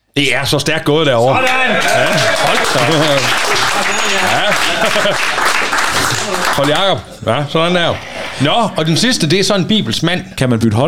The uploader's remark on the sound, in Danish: Live fra Løsning. Optaget I Løsning Kirkecenter til Burger og Bibel.